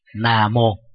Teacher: Mà chữ Nam á, cuối cùng nó là M. Nếu ta đọc nối kết âm á, thì nó trở thành là Mô, chứ không phải là Vô.